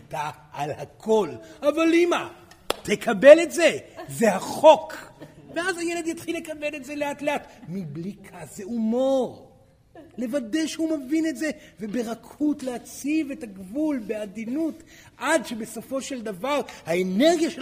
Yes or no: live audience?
yes